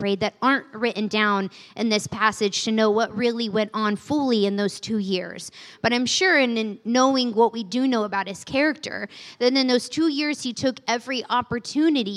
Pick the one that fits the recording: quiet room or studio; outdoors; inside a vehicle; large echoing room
large echoing room